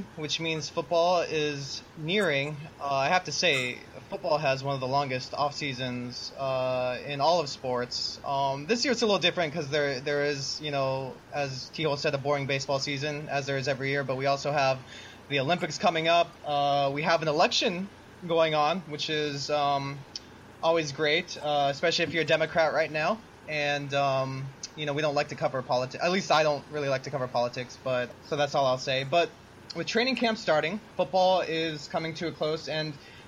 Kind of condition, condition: fault, background noise